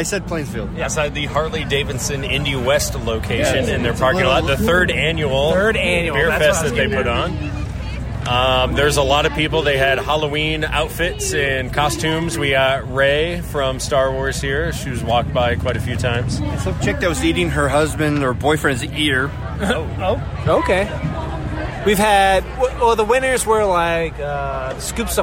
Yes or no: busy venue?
yes